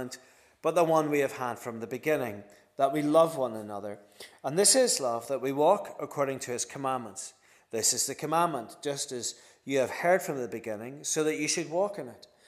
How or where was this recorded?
large echoing room